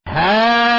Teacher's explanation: أدغمت القاف في القاف فصار عندك قاف مشددة، هذا هو الإدغام والتشديد.